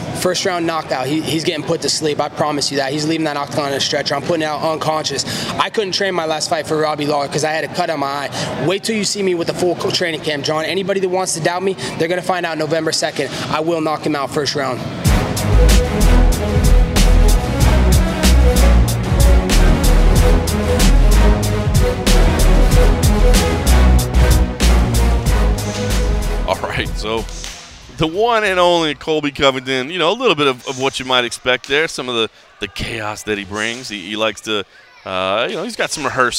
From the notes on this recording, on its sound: he checks in from a media day at American Top Team in Florida